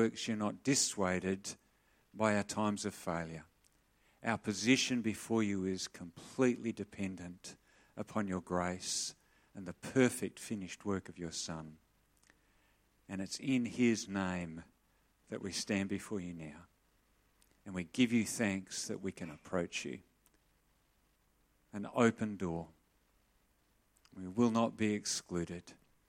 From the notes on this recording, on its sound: Sermon recorded live from Morley Baptist Church